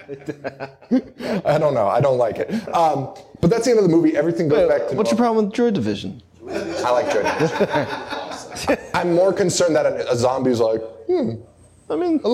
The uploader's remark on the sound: Live in Chicago!